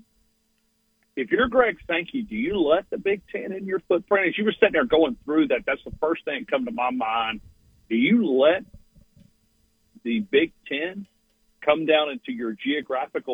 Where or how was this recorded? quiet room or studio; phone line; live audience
phone line